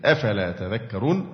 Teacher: وفيه إدغام إحدى التائين في الذال